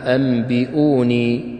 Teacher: نقلب هذه النون الساكنة أو التنوين إلى ميم حتى يسهل نطقها أو يسهل النطق بها مجاورة لحرف الباء، لأن عندنا الميم والباء يخرجان من مخرج واحد وهو مخرج الشفتين · Term: القلب